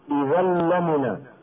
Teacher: تنوين أدغم في اللام من غير غنة